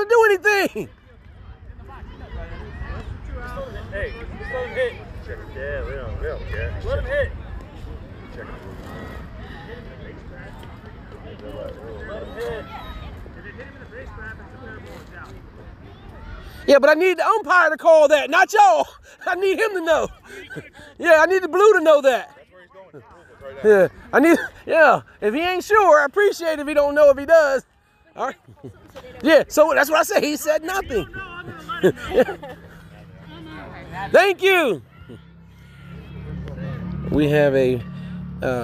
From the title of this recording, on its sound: Live from the field!